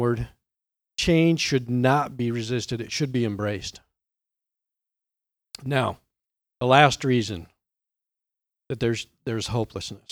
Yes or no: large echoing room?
yes